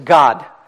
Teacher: гласное «о», долгое «о» в американском варианте английского языка произносится как «а»